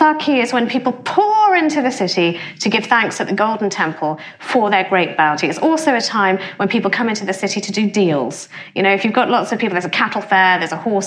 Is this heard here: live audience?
yes